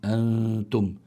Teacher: فالواحد بيحط طرف لسانه عند مخرج التاء ويظهر الغنة عندها